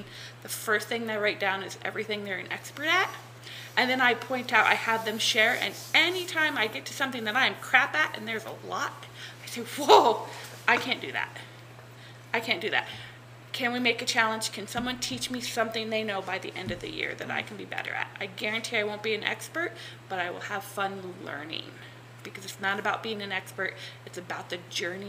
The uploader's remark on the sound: This episode is a series of short interviews with teachers at the 2023 Idaho STEM conference.